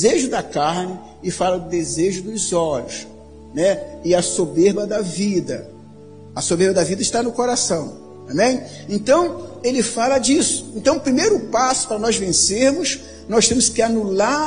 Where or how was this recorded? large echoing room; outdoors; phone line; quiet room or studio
large echoing room